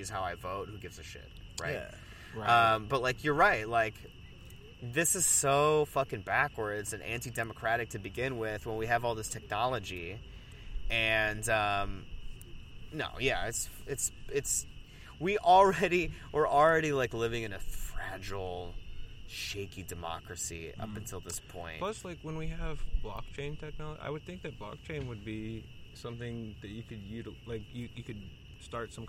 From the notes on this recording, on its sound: recorded at the outdoor studio (the park)